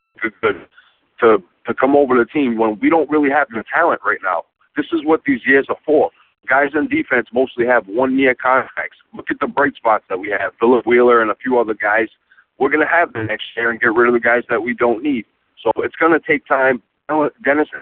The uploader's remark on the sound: Via "The Football Hour" segment on 95.7 "The Game" radio. On via telephone to tell his own story. We have included audio of all of this in this segment of the podcast.